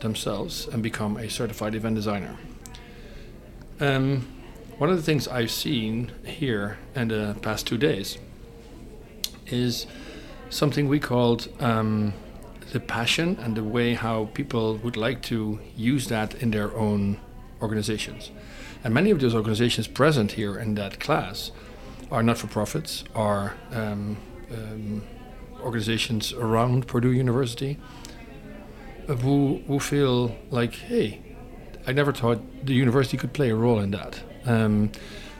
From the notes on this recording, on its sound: onsite at the Event Design Certificate Program Level 3 Cohort 46